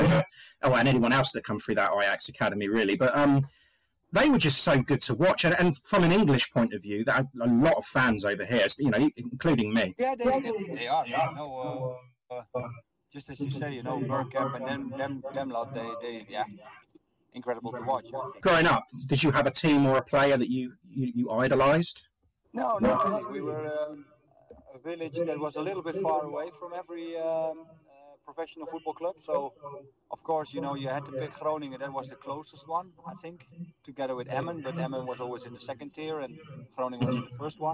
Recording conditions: poor sound quality